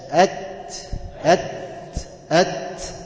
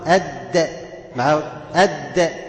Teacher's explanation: بس التاء فيها همس والدال فيها جهر، ده اللي فرق بينهم